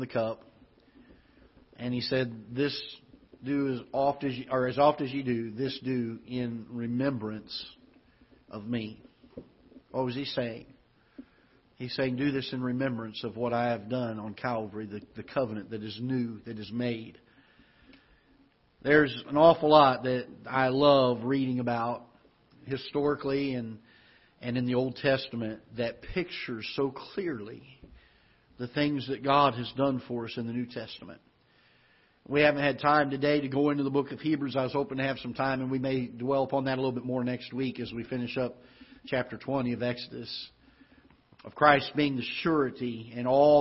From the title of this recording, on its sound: Ketha Heights Baptist Church ~ Live Broadcast